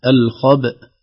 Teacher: طبعا الهمزة لا تقلقل، نقلقل الباء، نقلقل الباء ثم نقف على الهمزة هكذا بقطع الصوت